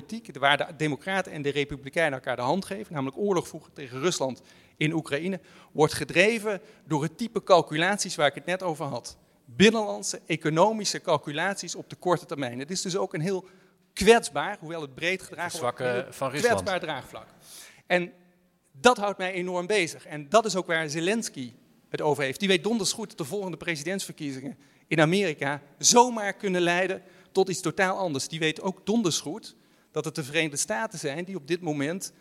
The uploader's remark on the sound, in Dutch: live vanuit de Stadsschouwburg Amsterdam